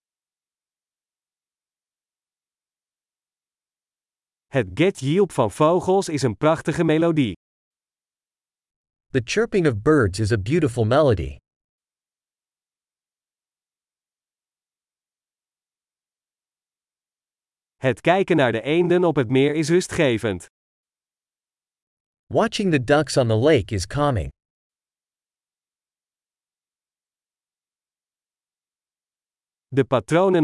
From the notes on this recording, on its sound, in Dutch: Is het niet heerlijk om deze eekhoorns te zien rondrennen? Het geluid van de kabbelende beek werkt therapeutisch. Het panorama vanaf deze heuveltop is adembenemend.